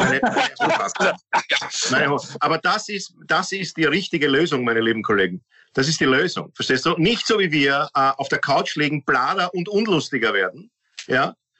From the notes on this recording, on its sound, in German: Weil das aktuell nicht möglich ist, finden sie ihr Publikum, indem sie einander via Skype am Abend beim Reden zusehen.